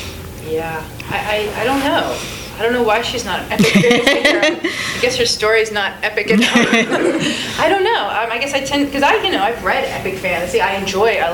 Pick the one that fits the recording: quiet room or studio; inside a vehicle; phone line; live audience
live audience